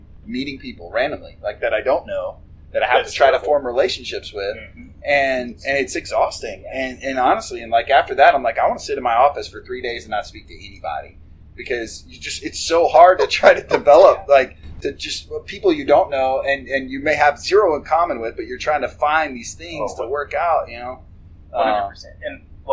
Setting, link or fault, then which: fault, poor sound quality